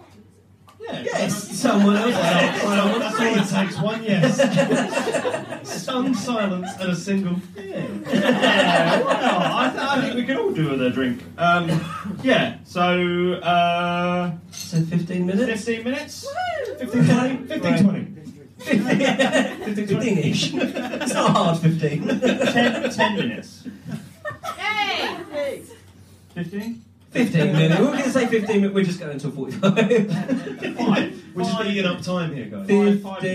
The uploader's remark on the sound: The REST of the live show from a few weeks ago.